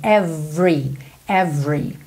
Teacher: você não pronuncia o E do meio da palavra every · Então você pensa que o V já tá ligadinho no R